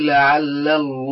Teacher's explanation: لعل اللام مرقق واللام من اسم الله مفخم، لقول ابن الجزري رحمه الله تعالى: وفخم اللام من اسم الله عن فتح نوضم منك عبد الله.